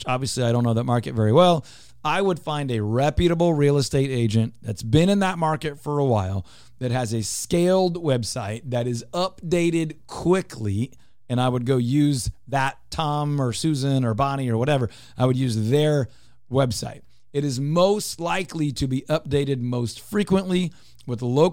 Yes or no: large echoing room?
no